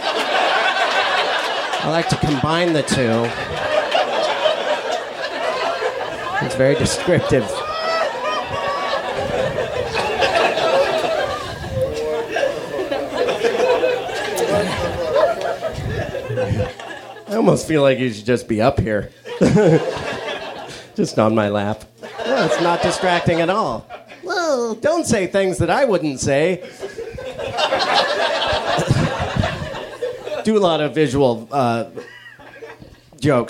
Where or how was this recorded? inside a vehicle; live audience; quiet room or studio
live audience